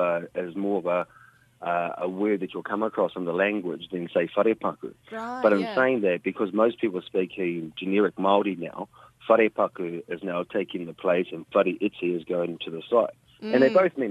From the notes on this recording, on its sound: we are joined over the phone